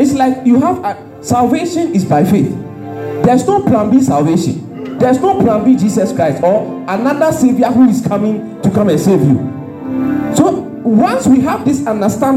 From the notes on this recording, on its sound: This message was preached at the Miracle Service.